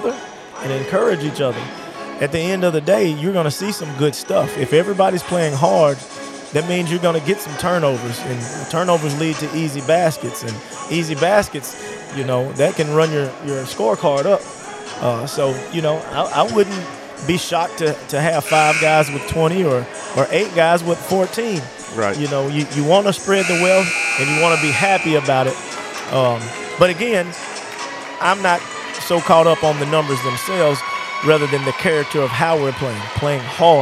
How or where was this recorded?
busy venue